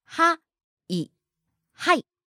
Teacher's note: So it starts high and goes low. · Term: accent